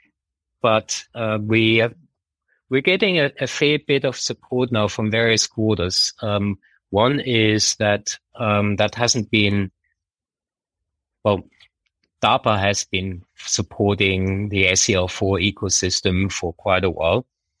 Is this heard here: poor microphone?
no